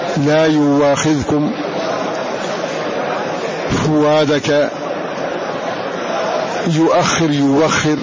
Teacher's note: فإذا كان الهمز مفتوحا إثر ضم ووقف عليه حمزة فإنه يبدله واوا